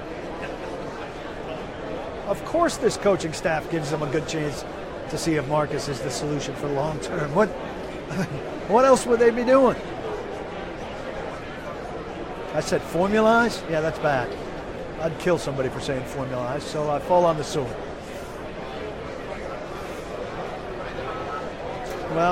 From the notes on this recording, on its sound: Live from Super Bowl LII. Live from Radio Row at the Super Bowl.